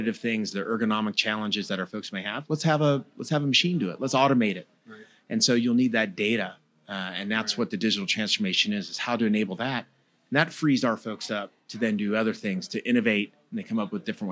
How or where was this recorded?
busy venue